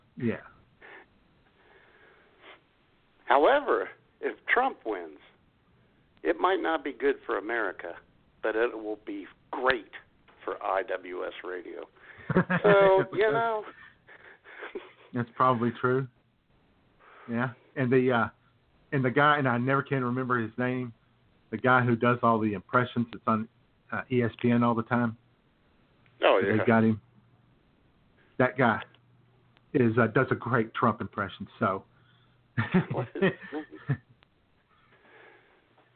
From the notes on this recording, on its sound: Your creepy phone calls.